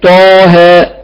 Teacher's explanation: فإنه يمد بمقدار حركتين فقط، أي مدا طبيعيا، وهذا قد جمع في جملة حي طهر أو رهط حي، وهي الطاء والهاء والحاء والياء والراء، هذه تمد بمقدار حركتين.